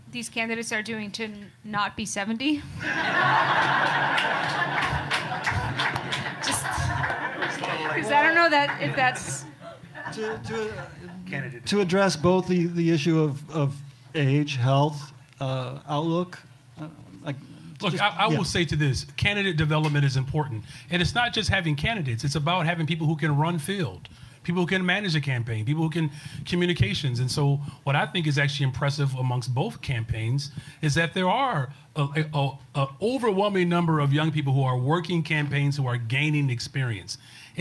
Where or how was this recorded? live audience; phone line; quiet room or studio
live audience